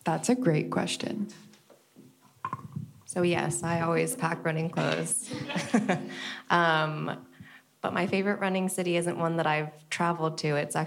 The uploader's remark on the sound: This episode features the live recording of an event Pruzan Studios hosted in April 2023